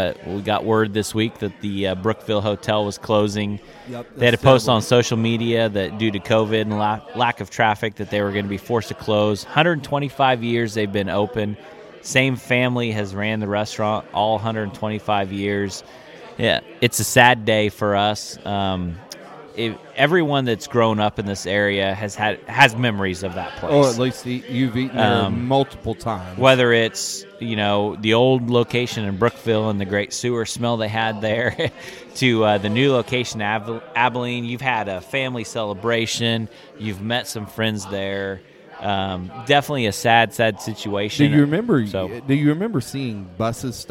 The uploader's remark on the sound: We enjoyed a few frosty beverages on the patio of Great Life in Salina during this recording!